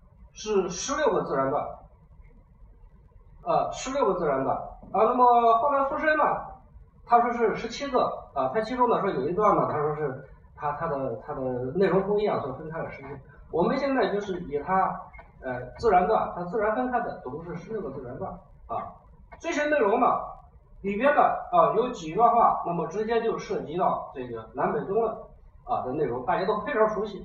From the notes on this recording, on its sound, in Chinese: 讲座录音